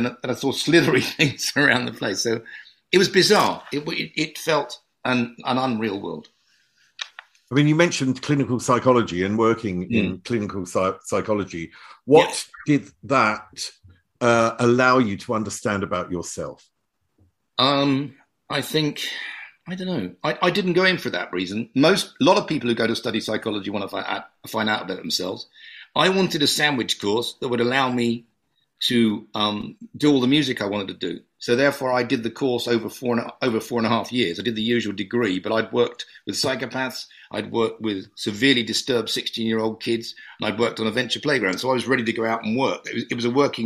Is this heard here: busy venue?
no